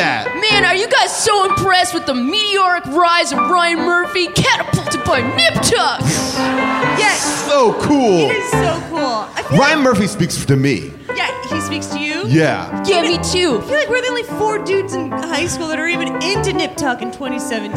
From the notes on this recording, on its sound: LIVE! Recorded live at the UCB Sunset Theatre in Los Angeles. Stick around for a behind the scenes discussion about the production with the cast and crew!